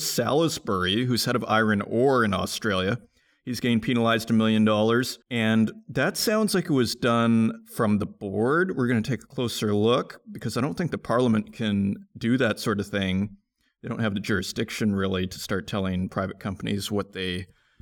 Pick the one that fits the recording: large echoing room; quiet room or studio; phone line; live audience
quiet room or studio